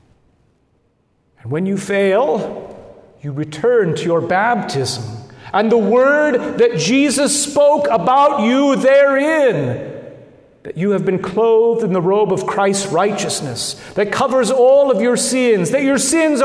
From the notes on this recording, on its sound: Good Shepherd Lutheran Church in Lincoln Nebraska